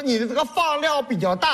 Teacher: 西北是把前鼻音念成后鼻音